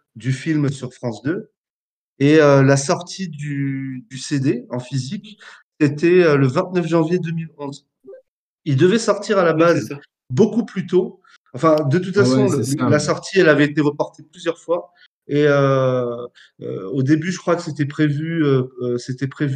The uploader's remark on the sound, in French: une émission Live, tous les jeudis soir, sur le Discord officiel …